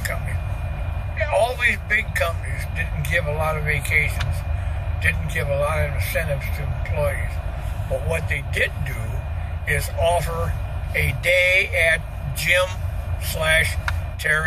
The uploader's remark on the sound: Catawba Island Driving Tour